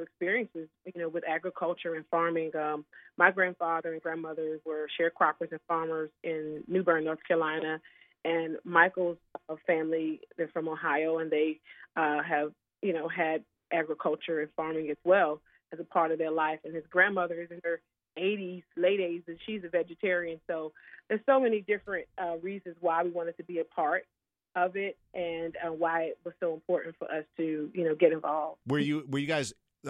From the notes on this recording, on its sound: gets on the phone